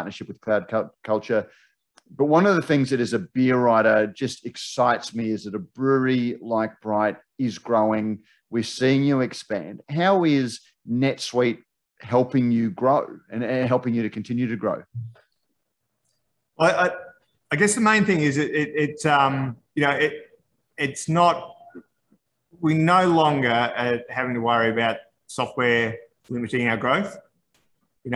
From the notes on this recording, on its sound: This chat was part of Cloud Culture ’s recent beer tasting Zoom event. This chat was part of Cloud Culture ’s recent beer tasting Zoom event.